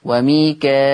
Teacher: أثبت همز بهمزة مكسورة بعد الألف المادية فتصير مد متصل فيه الإشباع. ما احنا عارفين المد المتصل لورش فيه الإشباع يبقى بهمزة مكسورة بعد الألف المادية فتصير مد متصل فيه الإشباع، يعني ست حركات.